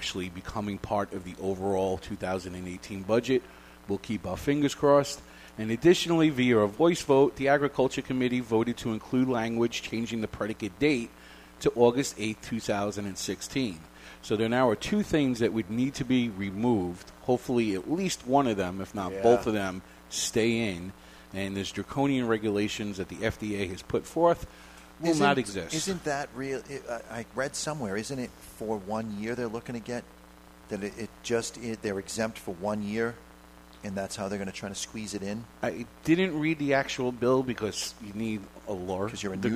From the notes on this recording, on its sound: Live from Two Guys Smoke Shop in Salem, NH